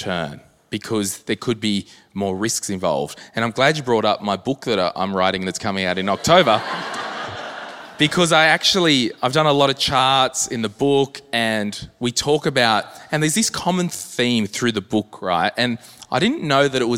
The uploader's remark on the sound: This is the live recording from our m3 live tour - Brisbane this was you! Answer a few live audience questions.